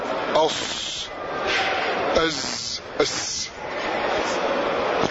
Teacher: فإذا هذه الثلاثة وهي الصاد والزاي والسين مخرجها من مكان واحد وهو من رأس اللسان ومن فوق الثنايا السفلى مع إبقاء فرجة قليلة · Term: الصفير